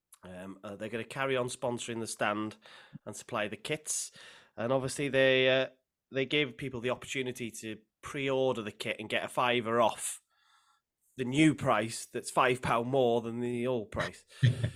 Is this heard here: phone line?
no